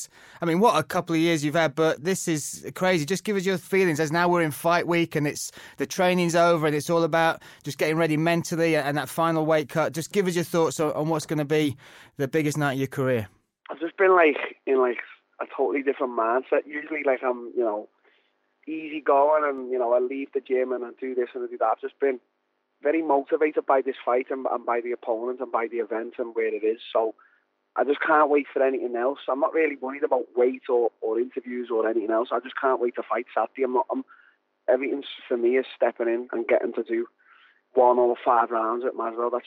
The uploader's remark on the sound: took time out to call